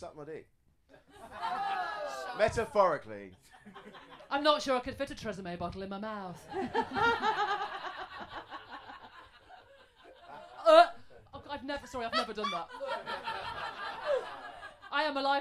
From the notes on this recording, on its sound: Live from EdFringe. The Comedy Arcade is coming at you LIVE from Edinburgh Fringe! Underbelly Bristo Square. Late night Edinburgh Fringe 2023.